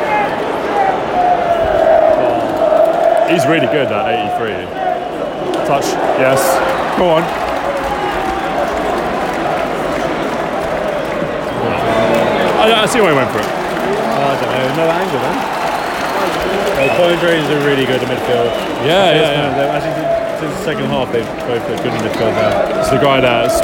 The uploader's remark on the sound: Allianz Cup Final LIVE from Portugal! On this audio diary podcast from a weekend in Portugal, we take you with us to the final of the Taça da Liga between Braga & Estoril. Amazing atmosphere.